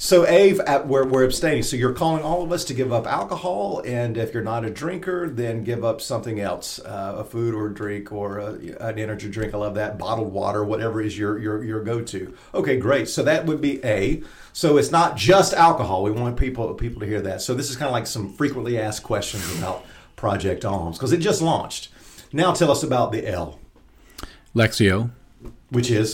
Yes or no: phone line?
no